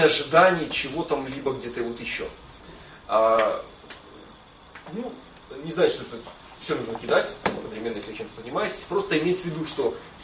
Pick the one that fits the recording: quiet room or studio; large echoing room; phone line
large echoing room